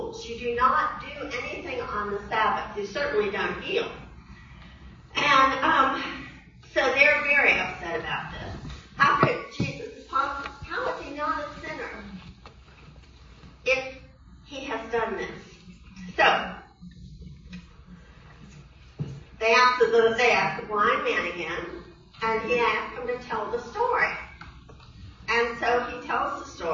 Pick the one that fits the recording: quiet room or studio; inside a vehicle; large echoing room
large echoing room